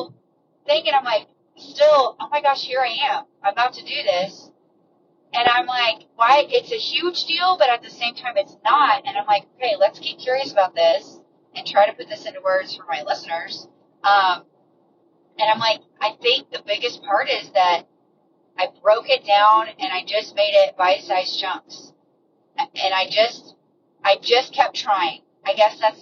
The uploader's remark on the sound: Ignore the car sounds (this won't be a regular thing).